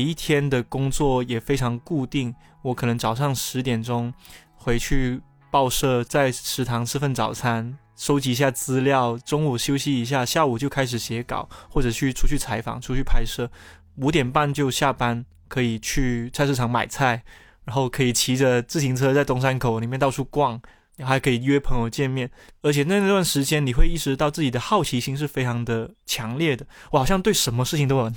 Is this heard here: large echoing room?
no